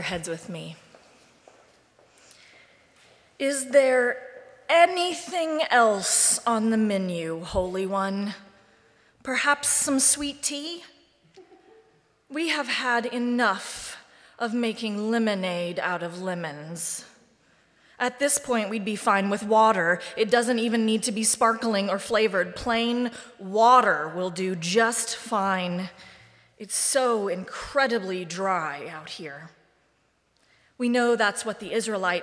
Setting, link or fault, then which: setting, large echoing room